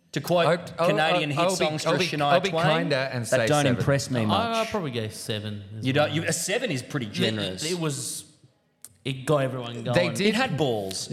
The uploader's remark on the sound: We broadcast LIVE from the baysie bowls club, heartland of the SRHL. In front of HORDES OF RAVENOUS FANS.